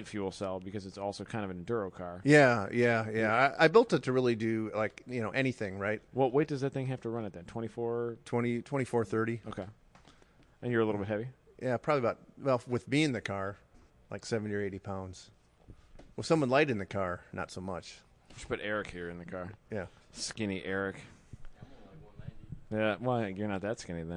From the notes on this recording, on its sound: Post Race Paddock Podcast, live from Mid Ohio. Took the recording equipment with!